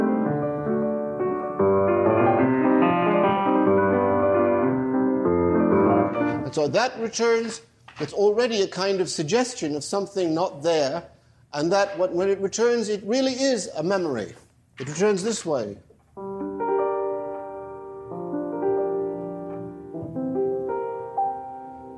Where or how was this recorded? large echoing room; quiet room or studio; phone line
large echoing room